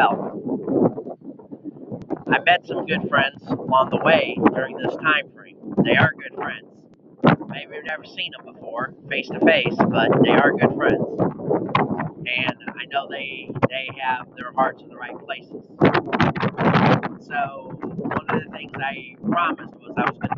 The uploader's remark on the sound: The audio went caca with all the wind. Atlantic Ocean got mad.